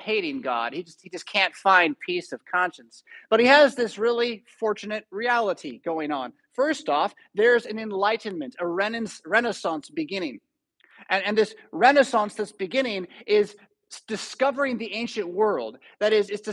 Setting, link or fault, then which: setting, large echoing room